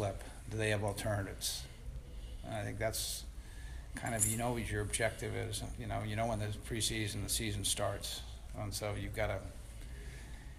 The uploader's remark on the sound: News Conference at NFL Owners Meetings. Addresses the Media in Boca Raton, FL.